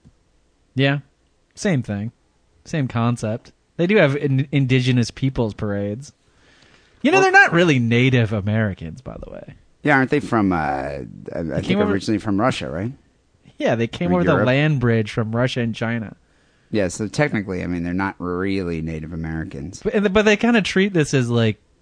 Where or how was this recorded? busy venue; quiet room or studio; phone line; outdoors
phone line